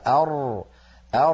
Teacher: حصرمة الراءات يعني جعلها ضيقة المخرج جدا حتى يكاد ينقطع صوتها، بمعنى عدم ترك الفجوة التي كلمتكم عنها لما تكلمنا عن صفة البينية في الراء، لما قلنا بأن اللسان عند نطق الراء يتقعر